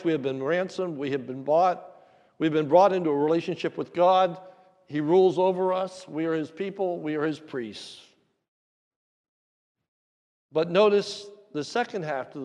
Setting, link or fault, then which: setting, large echoing room